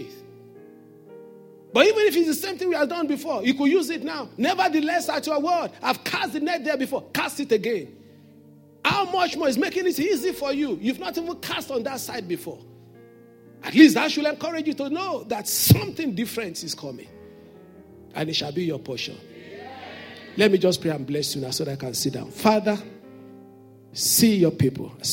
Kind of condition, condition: setting, large echoing room